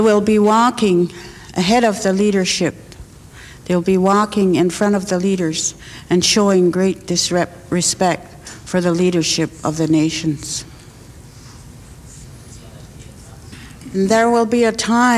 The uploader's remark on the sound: In the winter of 1993, spiritual leaders of 7 indigenous nations of North America came to the United Nations to deliver their traditional prophecies relating to the earth. They traveled from the four directions to bring their urgent messages to an audience of United Nations dignitaries and honored guests.